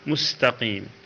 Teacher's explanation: السين ساكنة إذا كان قبلها بعدها تاء أو جيم فإنه يجب إظهارها حتى لا تشبه الزاي